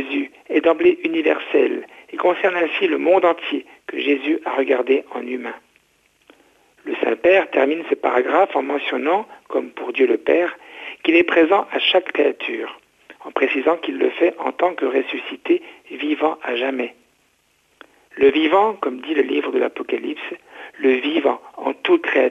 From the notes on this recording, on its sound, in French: invité par téléphone